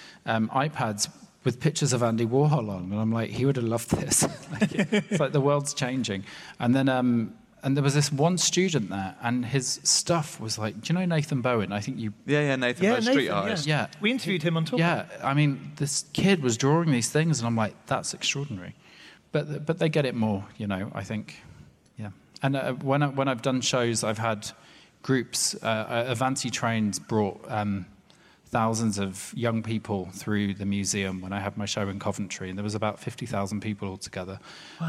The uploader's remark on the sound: Live at Hay Festival